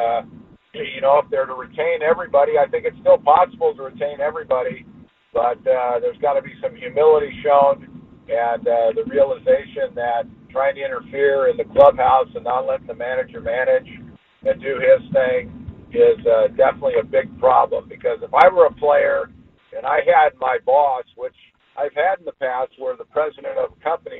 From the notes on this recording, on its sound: Phone calls about the state of the Padres.